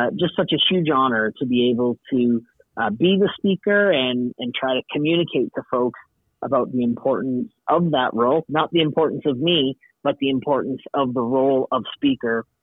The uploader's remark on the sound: takes this call from his third floor office at the Alberta Legislature in Edmonton.